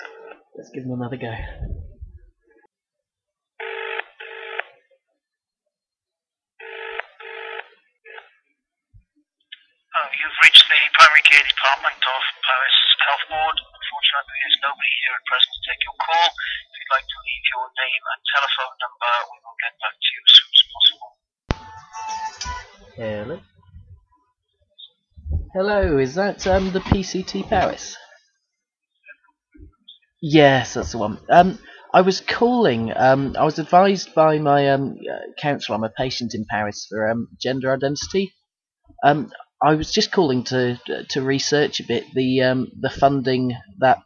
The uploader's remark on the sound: Phoning around powys. A low-quality recording of all the phone calls.